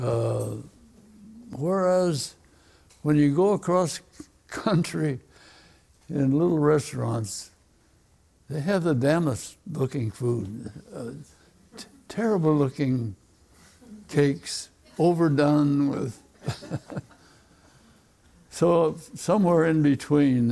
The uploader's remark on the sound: Recorded in front of a live audience at Acquavella Galleries in New York.